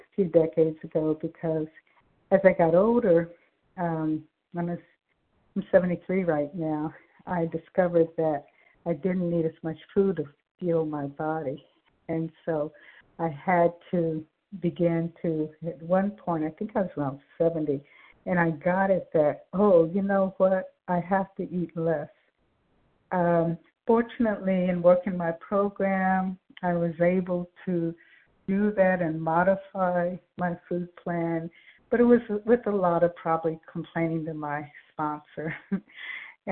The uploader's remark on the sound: 100 Pounders Phone Meeting